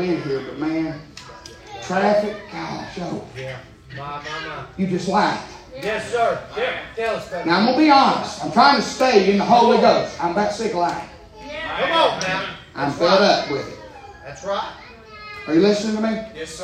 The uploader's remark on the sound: Preaching live from Still Water Baptist Church.